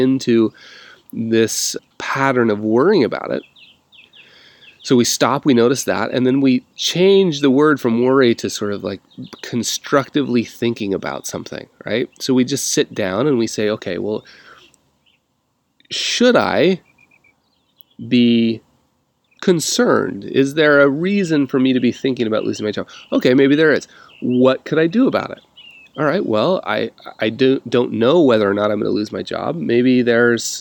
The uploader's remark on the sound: literally, lots of birds singing in the background on this recording